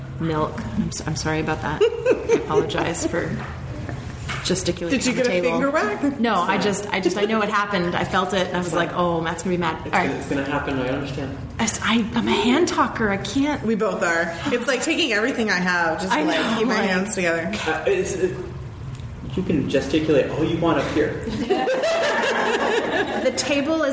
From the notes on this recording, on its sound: Live Show Part 1. We take live questions and answer them thorougly! There's a live audience. We are in the same room.